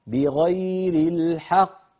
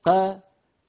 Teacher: إذن بغير الحق قافين، لما نقف عليها القاف المكسورة تصبح ساكنة، الحق تصبح الحق، فالقاف الثانية تسكن من أجل الوقف، فينطق القارئ بقافين كلتاهما مفخم · Shown in: first take · بغير الحق. والتفخيم كما ذكرنا أن ينضغط صوت الحرف إلى قبة الحنك إلى سقف الحلق، فيصطدم الصوت بقبة الحنك ويعود هذا الصوت بعد اصطدامه، يعود وله رنين يملأ الفم، هذا هو التفخيم.